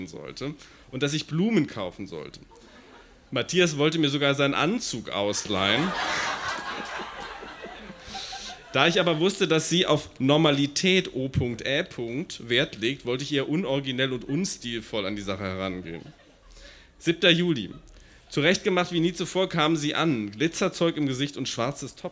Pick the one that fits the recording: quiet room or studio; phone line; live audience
live audience